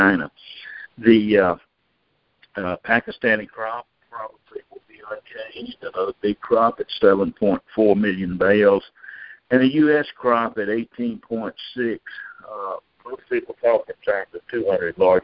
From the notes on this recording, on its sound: Monthly Conference Call On Cotton.